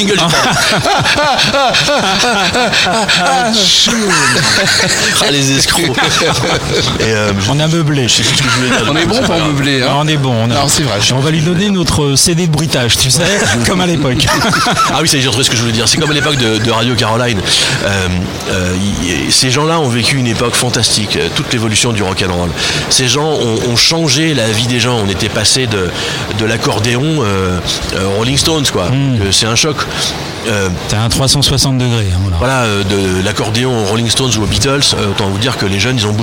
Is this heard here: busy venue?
yes